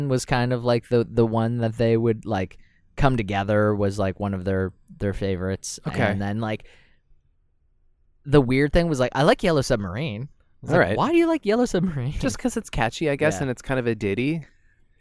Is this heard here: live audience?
no